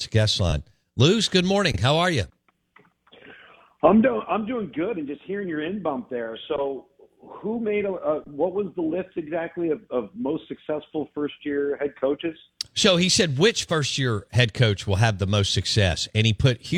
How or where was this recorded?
phone line